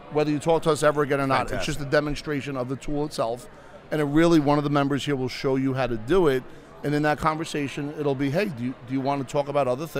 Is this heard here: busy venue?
yes